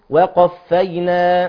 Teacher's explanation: هي القاف بس الوحيدة في الكلمة مفخمة